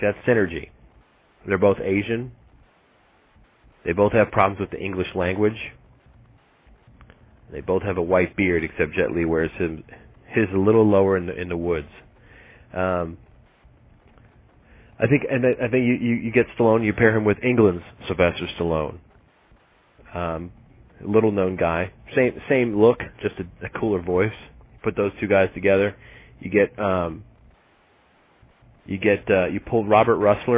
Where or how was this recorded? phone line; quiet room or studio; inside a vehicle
phone line